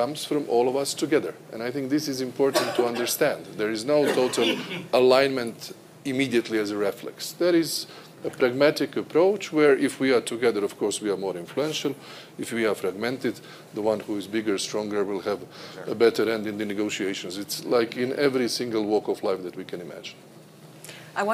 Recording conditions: busy venue